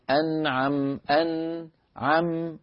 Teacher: يعني لما أقول مثلا: صراط الذين أنعمت عليهم، أنعم، أن، عم، النون ساكنة والميم ساكنة، يجب أن أبين سكون النون بتصادم طرف اللسان مع مخرج النون